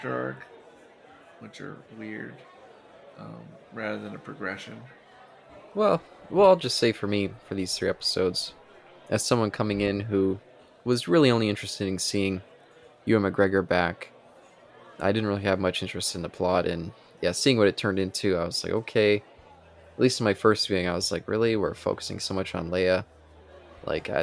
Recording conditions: live audience